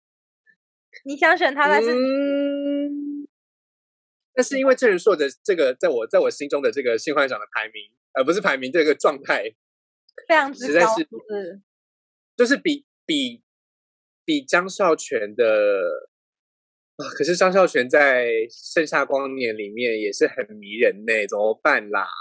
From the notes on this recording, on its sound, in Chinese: 本集採遠距錄音，因網路問題，時有斷訊、音訊不良或是雜音狀況產生